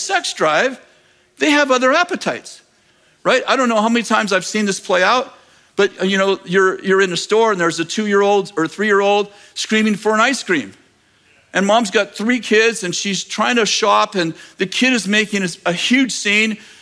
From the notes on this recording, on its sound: In this message from April 2nd, 2023 at Bethel Church in Redding CA